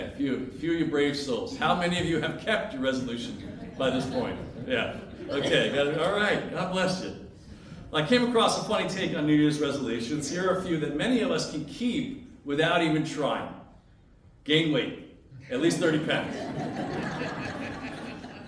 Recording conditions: large echoing room